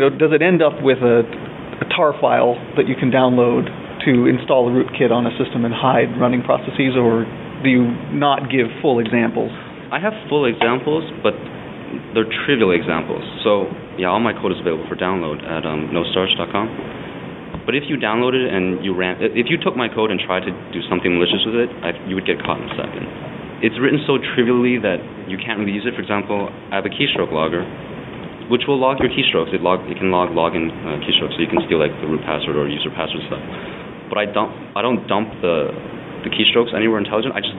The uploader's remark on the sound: The interview was recorded at BSDCan in Ottawa.